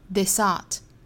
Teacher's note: This 后面的 S 读轻辅音，再跟后面连读是 sart